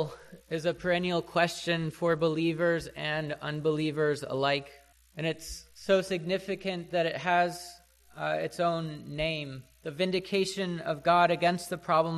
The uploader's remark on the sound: to the congregation at the Manchester Reformed Presbyterian Church of New Kensington, PA